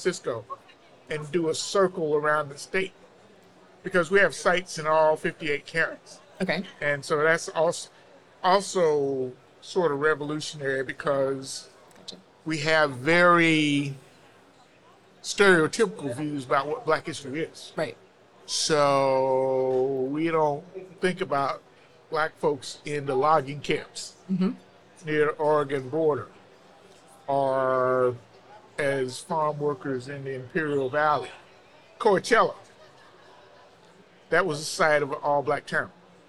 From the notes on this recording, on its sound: From the Expo floor at the 2023 American Institute of Architects (AIA) Convention.